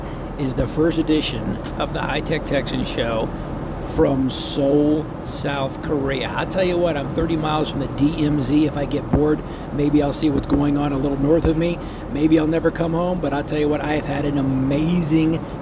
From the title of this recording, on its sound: Live From Seoul Korea At Samsung Unpacked 2023